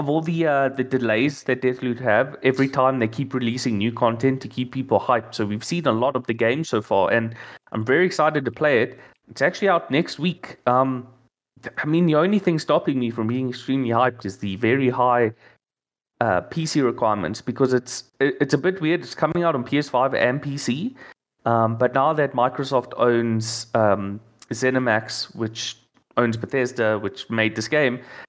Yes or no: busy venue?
no